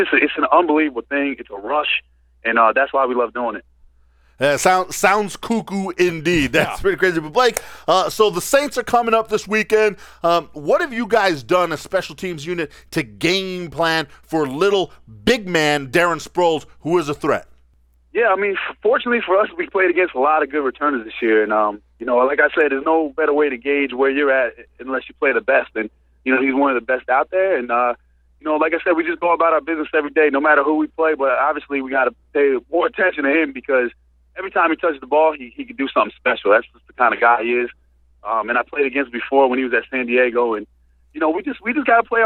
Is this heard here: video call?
no